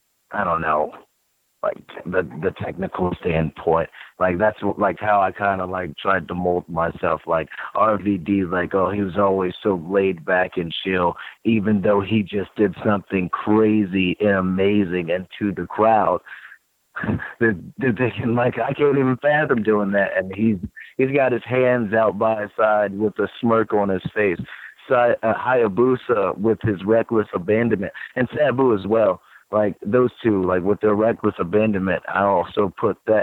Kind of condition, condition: link, phone line